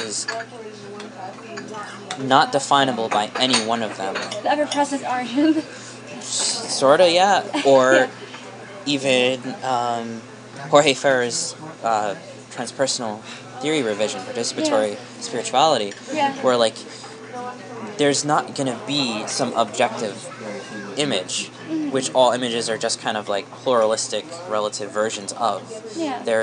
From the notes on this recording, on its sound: Decided to record one of our conversations at a local diner, with our notes out.